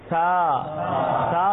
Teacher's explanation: زبان کی نوک اور جو یہ دانتوں کی نوک ہے اس کو لگائیں گے، سا سا میں سیٹی نہیں بجے گی